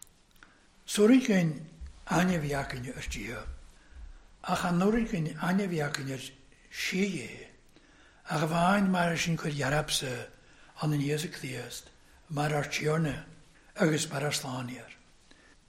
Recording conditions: large echoing room